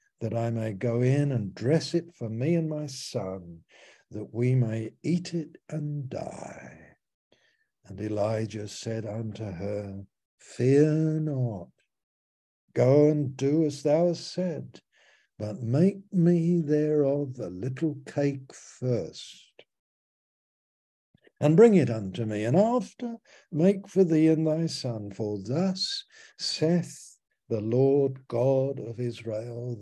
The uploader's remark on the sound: Malaysia Meets (Zoom)